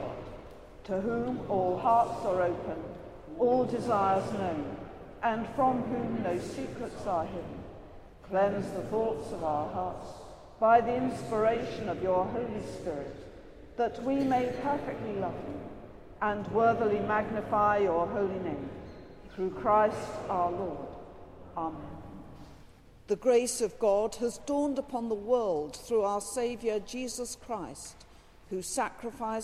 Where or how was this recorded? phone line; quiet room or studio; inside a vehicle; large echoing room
large echoing room